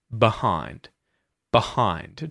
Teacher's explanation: In this word, which syllable is the emphasis on? It's on the second one. So the first one is not emphasized and it gets the schwa vowel sound.